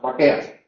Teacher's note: bakea viene de pake, en latín, con la sonorización de la sorda inicial, el mantenimiento de la sorda interdental, a diferencia de lo que ocurre, por ejemplo, en castellano.